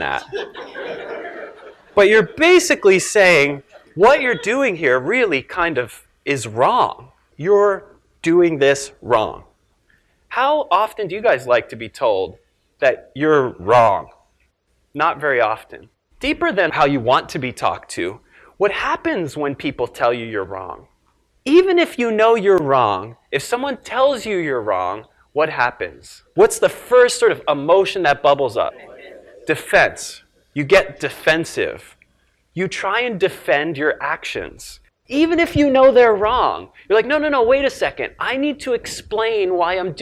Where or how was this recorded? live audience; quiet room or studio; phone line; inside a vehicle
live audience